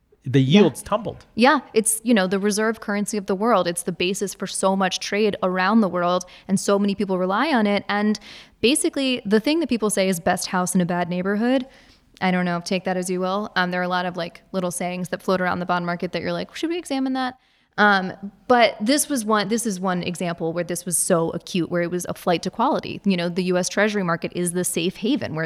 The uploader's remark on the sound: Recorded before a live audience at the University of Richmond's Robins School.